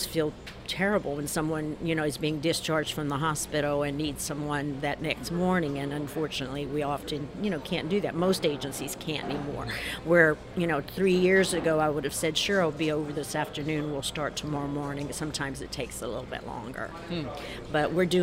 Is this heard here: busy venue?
yes